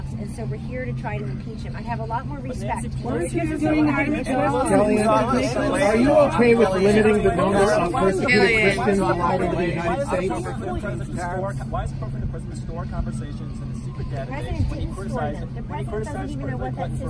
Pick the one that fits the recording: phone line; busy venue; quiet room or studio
busy venue